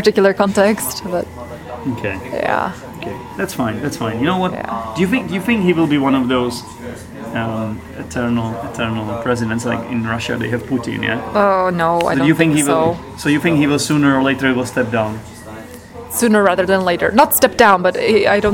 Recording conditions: busy venue